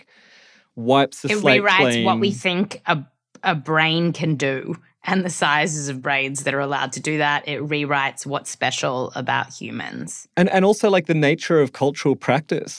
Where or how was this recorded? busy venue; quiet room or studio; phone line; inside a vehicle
quiet room or studio